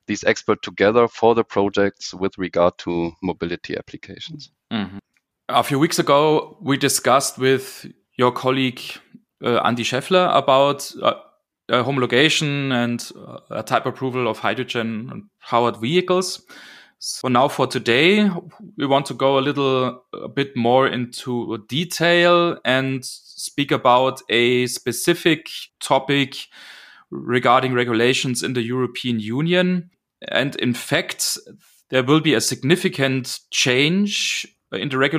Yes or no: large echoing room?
no